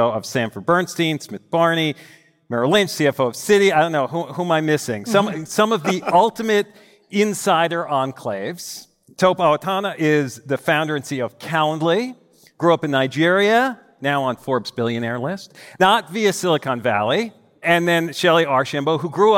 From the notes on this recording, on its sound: Recorded live at the Masters of Scale Summit in San Francisco.